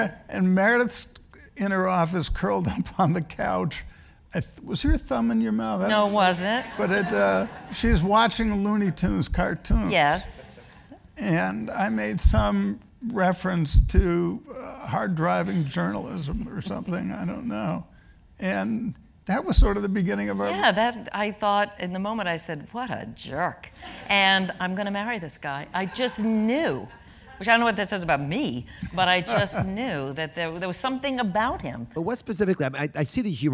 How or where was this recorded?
live audience